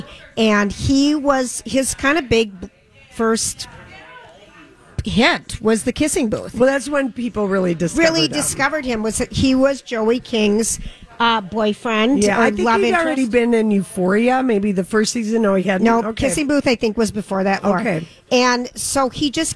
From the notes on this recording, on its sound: Live from Creative Hair Design.